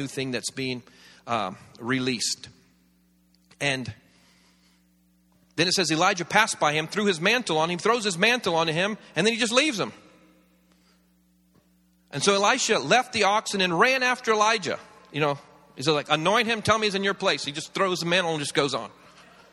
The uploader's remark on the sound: This series was recorded around 10 years ago at Daystar Atlanta, the church.